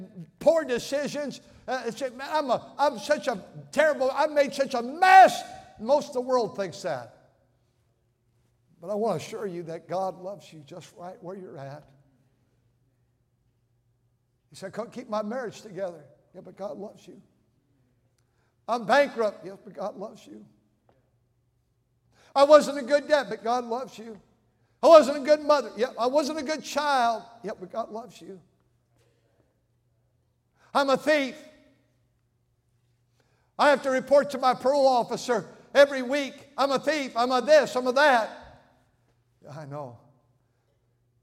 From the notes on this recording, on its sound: during the Sunday Morning service on December 3, 2023, at North Valley Baptist Church in Santa Clara, California.